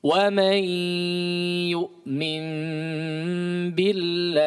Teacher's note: qalbah sama diakhiri dengan ha, diperhatikan, keluarkan huruf ha-nya